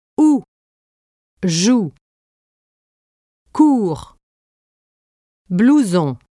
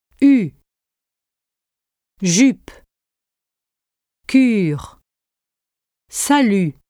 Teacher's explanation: The difference between these two vowels lies in tongue position. In the back of your mouth, for ou in sous, and all the way to the front, pressing against your lower teeth with tensely rounded and protruding lips, for u in sur.